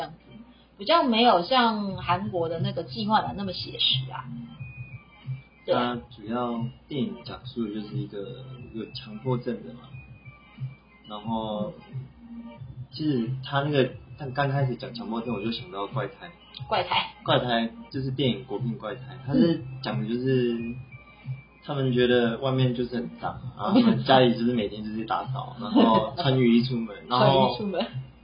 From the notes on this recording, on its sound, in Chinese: 這集因為更新設備，錄製上調整失誤有點雜訊